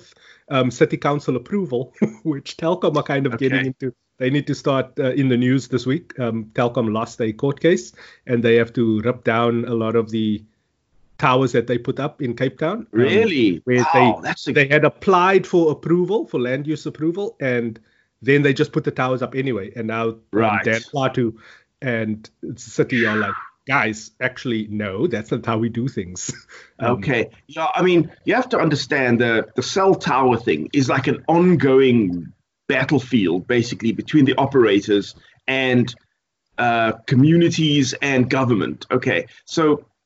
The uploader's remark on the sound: Recorded via Skype.